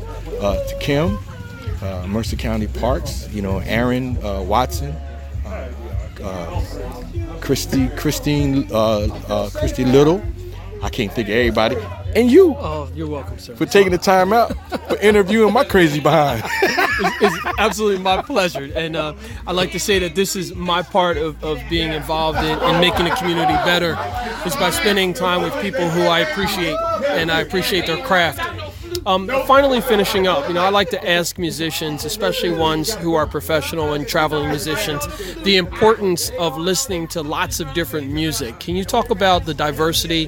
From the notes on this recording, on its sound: before his performance in Trenton NJ at the Battle Of The Bands Event